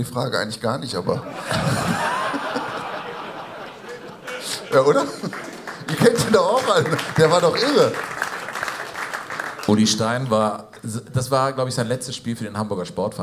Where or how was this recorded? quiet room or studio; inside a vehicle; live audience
live audience